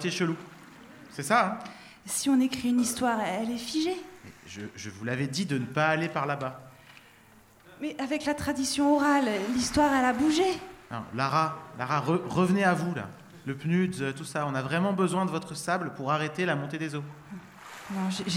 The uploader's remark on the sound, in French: Brest (en public). Un public en folie. Une émission en public donc, réalisée à l'ancienne avec 6 micros et 2 platines CD !